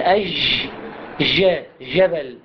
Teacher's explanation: وهو النطق الذي يكون بعدم اللصق الكامل بين اللسان، لصق اللسان على منطقة الحنك الأعلى، وهو النطق بهذا الشكل، أج ج جبل، اللي عادة ما متواتر هذا النطق في منطقة بلاد الشام.